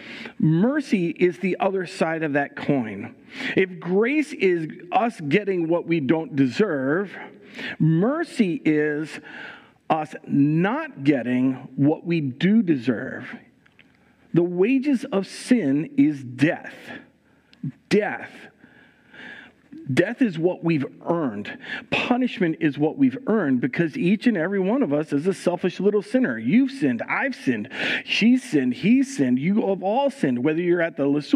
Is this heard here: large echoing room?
yes